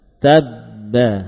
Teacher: Namun ba yang kita baca, ba sukun yang kita baca adalah ba sukun yang sudah diidghamkan ke dalam huruf ba yang kedua. Nah, karena idgham maka bibir kita hanya diangkat sekali. Tidak dua kali, tabba, ya, diangkat sekali saja.